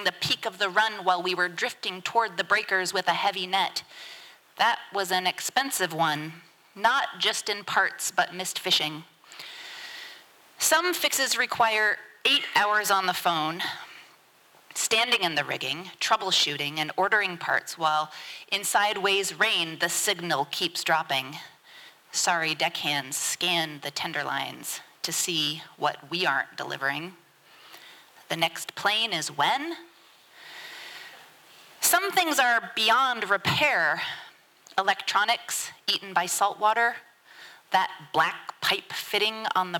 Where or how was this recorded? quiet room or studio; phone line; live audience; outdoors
live audience